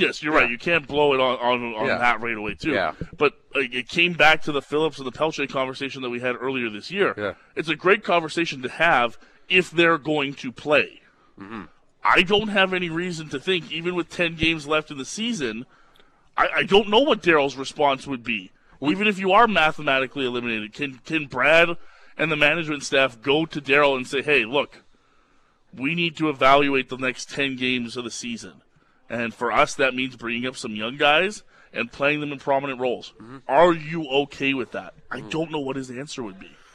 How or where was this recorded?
busy venue